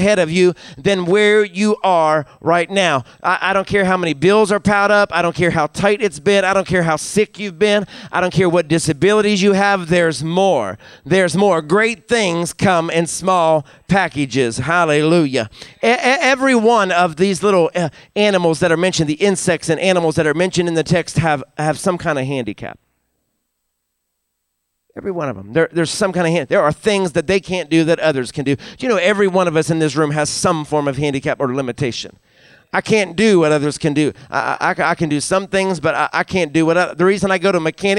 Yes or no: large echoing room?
yes